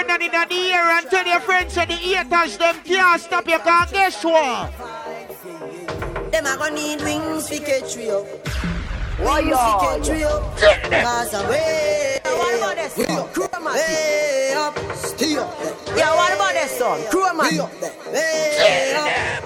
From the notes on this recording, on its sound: LIVE IN RI. LIVE AT ISLAND SATURDAYS IN PROVIDENCE, RI.